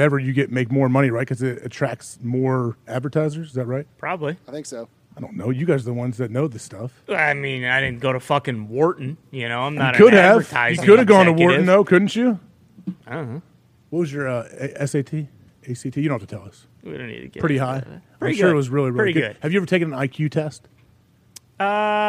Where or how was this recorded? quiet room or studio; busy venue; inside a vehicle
busy venue